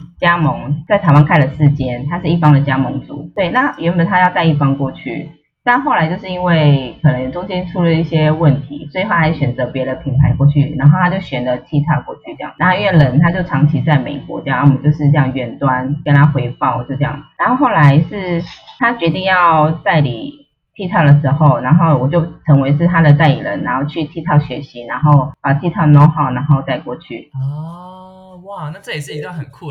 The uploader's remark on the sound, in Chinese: 這次節目錄製因為還在嘗試遠端錄節目當中，麥克風的品質稍差